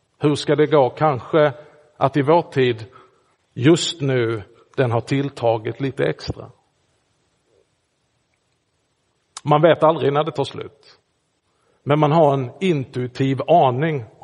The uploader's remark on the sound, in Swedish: Inspelad i Roseniuskyrkan den 14 januari 2024.